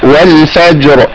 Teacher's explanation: الراء هنا مفخمة. لا وكمان مظهرة يعني ما ينفعش أقول الفجر.